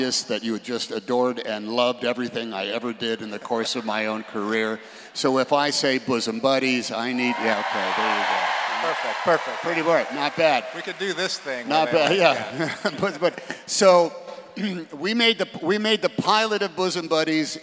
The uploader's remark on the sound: on stage at the Keller auditorium in May 2023